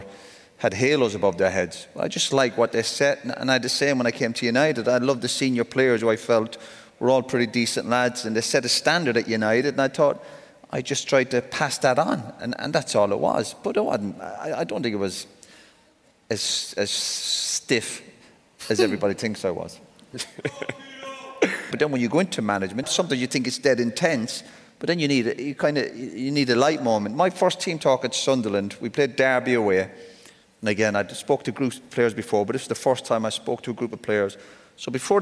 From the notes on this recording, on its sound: Our first ever Overlap Live event at the Manchester Apollo. In front of over 2,700 fans.